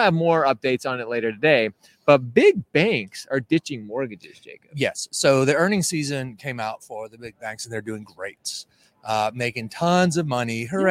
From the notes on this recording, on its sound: We're coming to you LIVE from the MBA Annual event in San Diego!